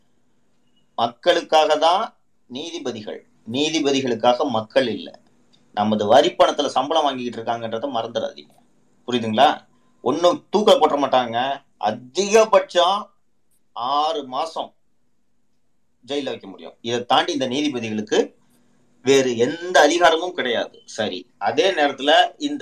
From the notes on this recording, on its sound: Recording of Twitter Spaces Session